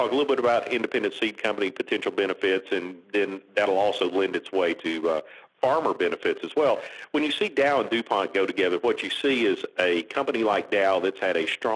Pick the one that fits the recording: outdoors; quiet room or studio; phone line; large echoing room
phone line